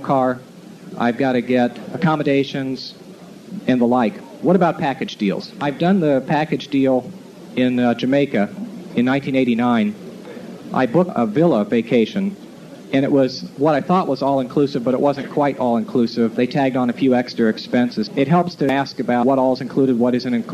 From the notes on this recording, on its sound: an excerpt from his 1997 Dayton Hamvention forum talk